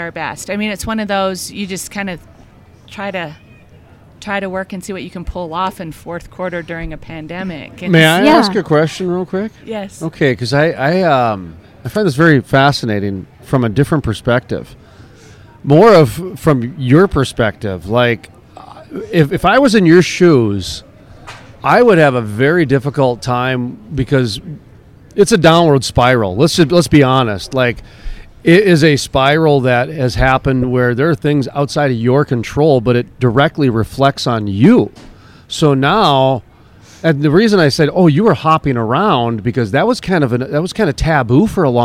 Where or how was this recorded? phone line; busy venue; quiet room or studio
busy venue